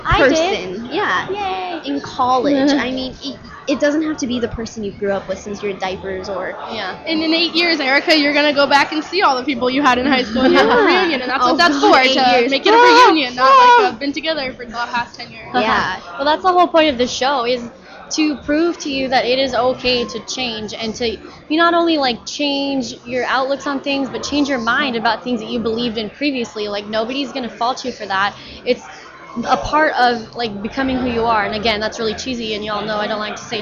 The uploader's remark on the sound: We are live from the Microsoft Store at the Scottsdale Fashion Square.